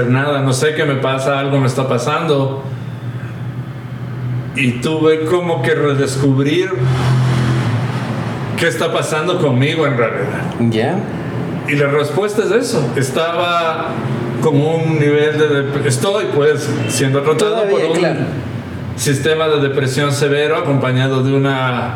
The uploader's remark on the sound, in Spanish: Un episodio con los sonidos de la Ciudad de fondo